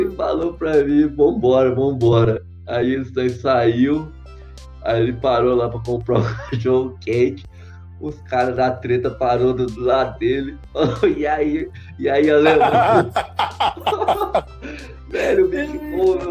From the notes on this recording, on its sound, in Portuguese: Perdão a qualidade do áudio, estamos aprendendo e testando a fase beta.